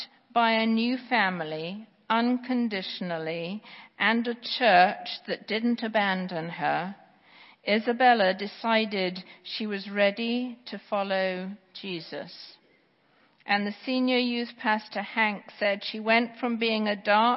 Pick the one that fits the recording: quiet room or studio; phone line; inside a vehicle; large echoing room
large echoing room